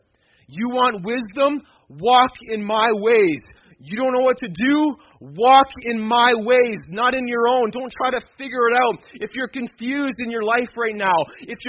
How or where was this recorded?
large echoing room